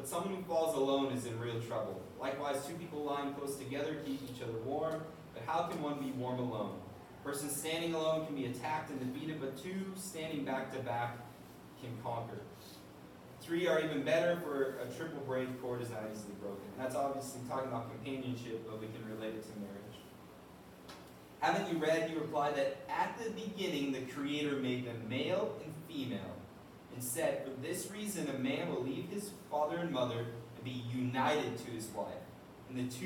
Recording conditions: poor sound quality